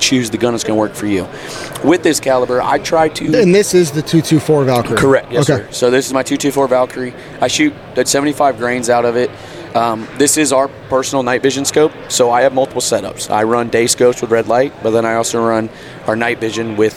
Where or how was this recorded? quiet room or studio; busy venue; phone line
busy venue